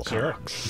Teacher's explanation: you do want to stress on the second syllable. Second syllable.